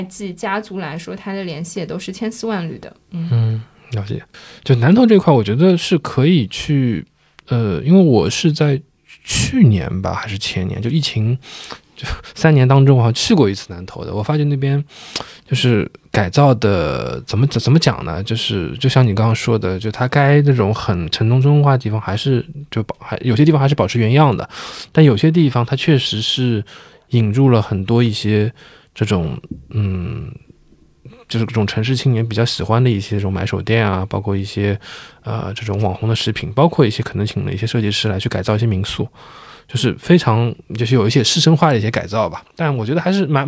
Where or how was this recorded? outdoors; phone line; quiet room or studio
quiet room or studio